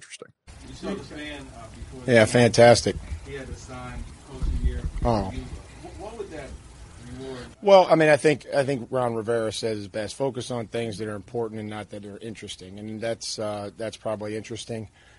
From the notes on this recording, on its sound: at NFL Honors LIVE from LA